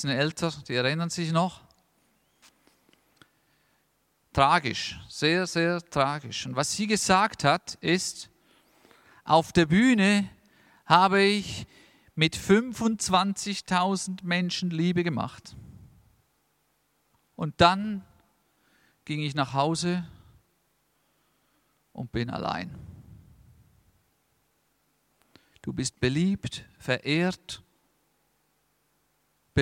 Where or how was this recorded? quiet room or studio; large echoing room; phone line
large echoing room